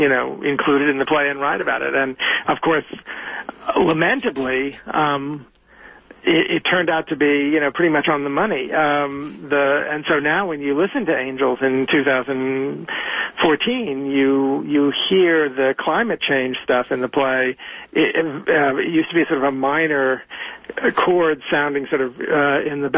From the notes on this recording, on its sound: is interviewed live by phone